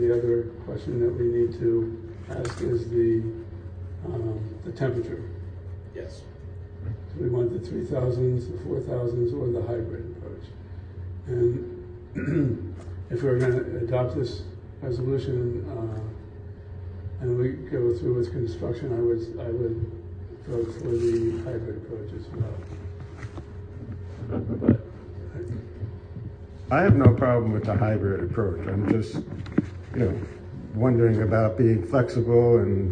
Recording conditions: live audience